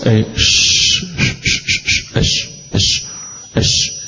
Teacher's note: انتشار صوت الشين من مخرجه حتى يصطدم الصفحة الداخلية بالأسنان العليا